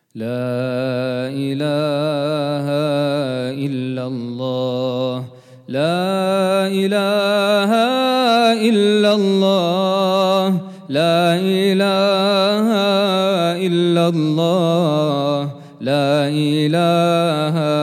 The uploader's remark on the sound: at the Houghton Masjid (West Street)